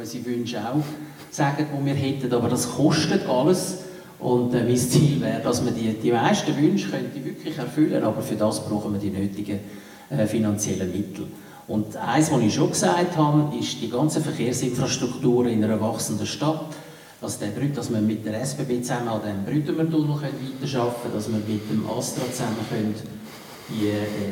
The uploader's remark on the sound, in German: Oktober fand im Reformierten Kirchgemeindehaus Veltheim die Veltemer Landsgemeinde 2021 statt. Im zweiten Teil den Fragen aus dem Publikum.